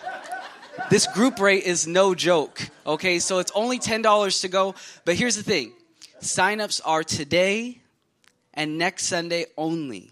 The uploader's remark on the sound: from the Sunday service on July 30, 2023 at Harvest Bible Church in Stockton, CA